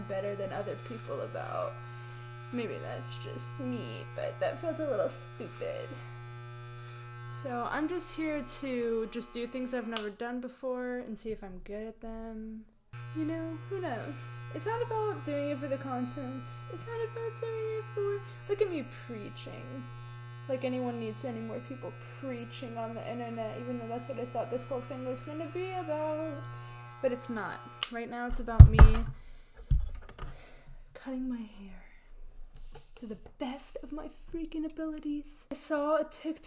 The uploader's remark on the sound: i don't know why this sounds like asmr, for some reason i'm nearly whispering?